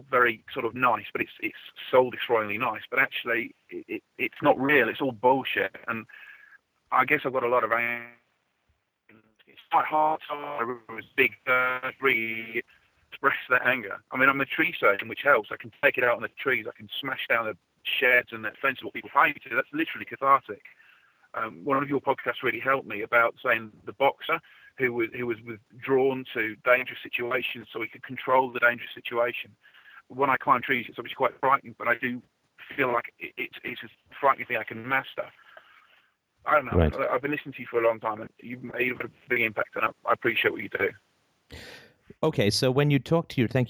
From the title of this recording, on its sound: Wednesday Call In Show